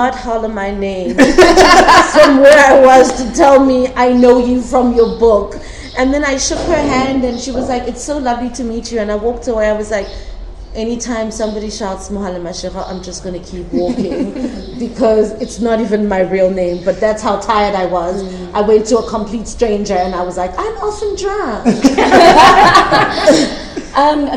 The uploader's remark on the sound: in a live podcast